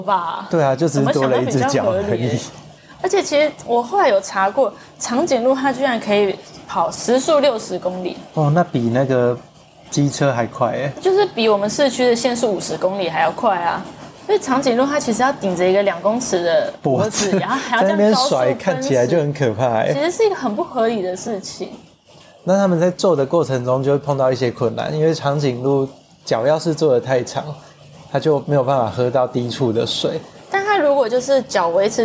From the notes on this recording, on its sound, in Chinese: 錄音當天大暴雨，收音品質略差敬請見諒。